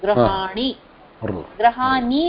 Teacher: क्योंकि वो रकार आ गया उसके पहले ग्र वो जो ग्र गई ना जीभ इसलिए वो ऑटोमेटिकली ण निकालती है ग्रहाणी ग्रहाणी बोलो तो थोड़ा सा उसमें आगे जाना पड़ता है · Term: णकार